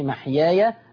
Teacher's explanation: محيايا لو هفتح الياء زي حفص يبقى مد طبيعي